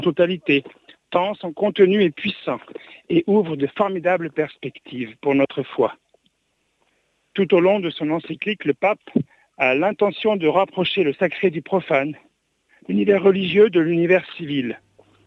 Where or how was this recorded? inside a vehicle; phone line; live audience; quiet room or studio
phone line